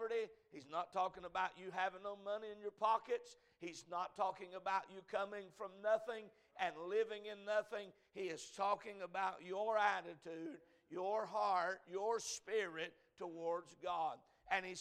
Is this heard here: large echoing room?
yes